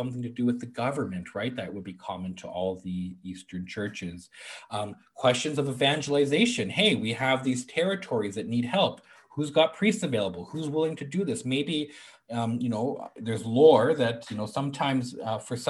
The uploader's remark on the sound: A webinar lecture. As part of a webinar series on Eastern Catholic Theology in Action," co-presented by the Lumen Christi Institute and the Godbearer Institute.